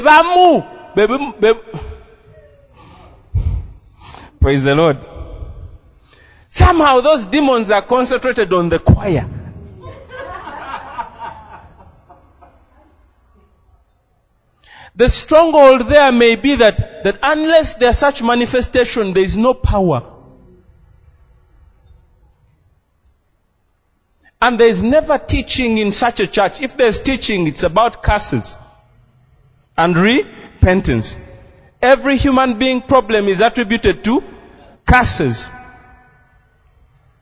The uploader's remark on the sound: This message is a Live recording from a service at Breakthrough Miracle Life.